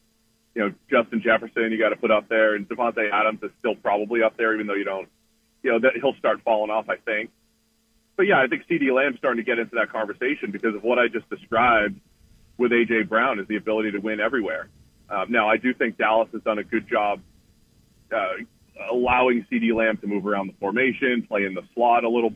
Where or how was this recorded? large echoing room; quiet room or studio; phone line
phone line